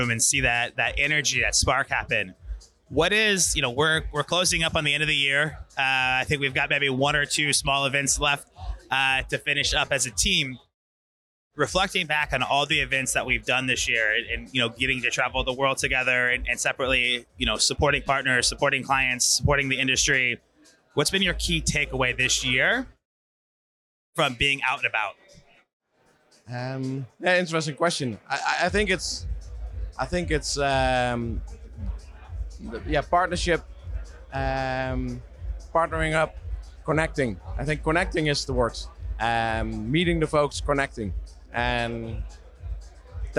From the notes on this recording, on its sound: Event Season Recap from Montreal. Filmed on location in Montreal during Lightspeed Oxygen Summit!